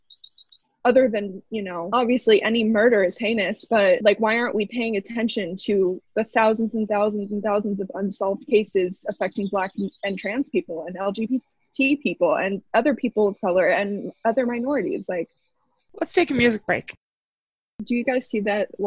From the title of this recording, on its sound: another zoom edition